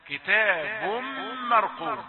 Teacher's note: ادغمنا التنوين في الميم فتقول هذا ادغام بغنة، تنوين في كتاب، في لفظ كتاب، في الميم مرقوم، فلا تظهر، لا تقول كتاب، وإنما هو مدغم وفيه الغنة.